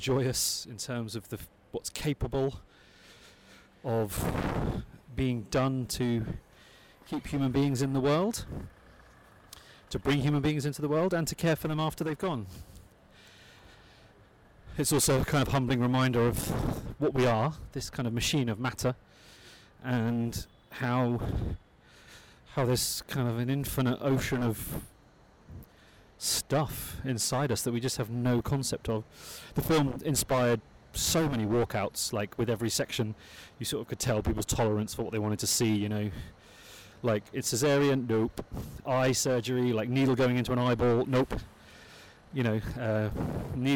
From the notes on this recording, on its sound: An audio diary from the 2022 International Festival de Cannes. Some of the diary entries are a bit peaky due to mediterranean winds, so please bear with some of the audio segments of the diary.